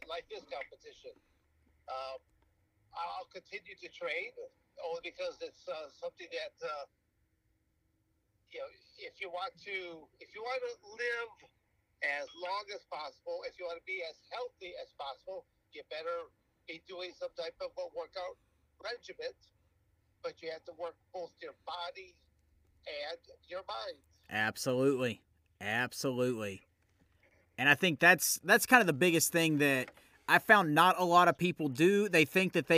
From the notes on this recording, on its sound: This episode was recorded via the phone. We made the best of the audio we could.